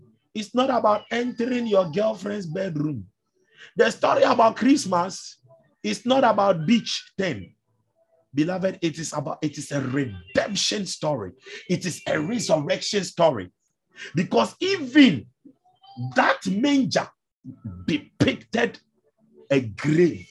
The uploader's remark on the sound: ZOOM SESSION